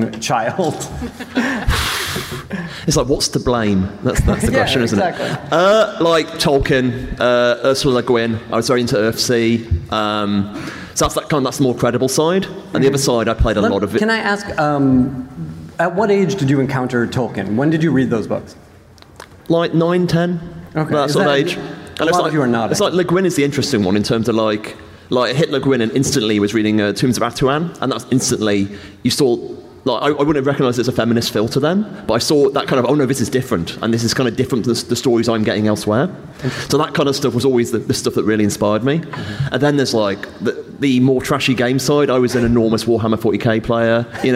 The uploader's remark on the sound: Recorded at San Diego Comic Con, July 19, 2019. Writing the Rules of Magic panel.